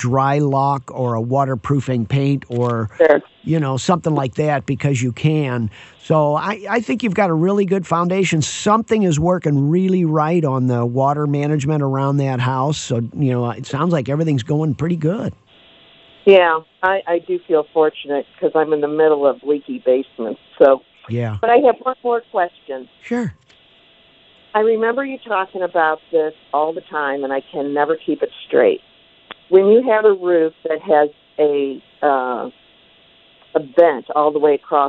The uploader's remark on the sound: takes and answers your phone calls